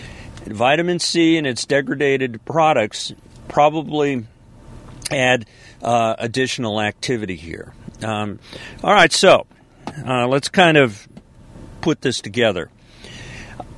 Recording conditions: inside a vehicle